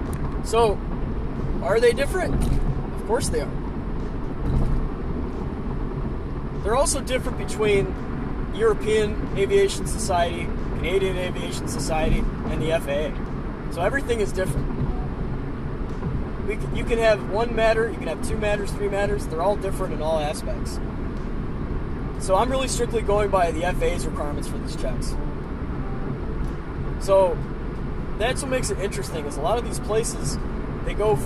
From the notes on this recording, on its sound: I'm in the car again